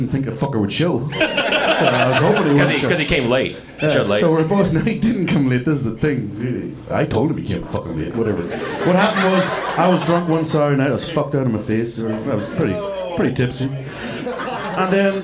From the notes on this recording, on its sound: Galway Bay is the best damn bar in Chicago. Sit down at the live show to answer questions (from our live audience).